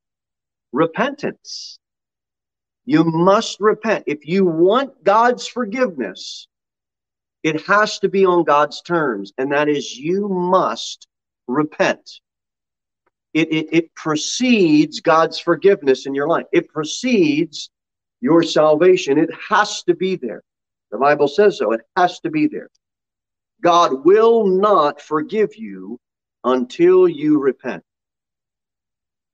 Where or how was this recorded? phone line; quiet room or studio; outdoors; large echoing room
large echoing room